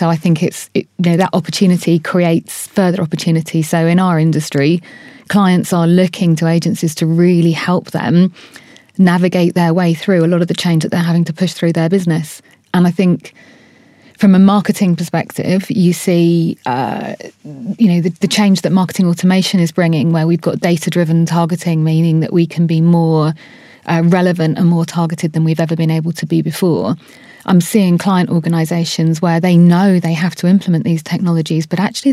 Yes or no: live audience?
no